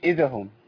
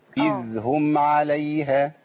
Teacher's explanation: اذ هم ما قلتش اذا هم اذا هم لا اذ هم عليها اذ هم لا امسك على الذال شويه لازم الذال يمشي فيها الصوت لانها رخوه بيجي فيها الصوت · Shown in: second take